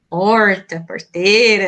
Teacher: esse <laughs> R bem retroflexo mesmo, né, uma característica da gente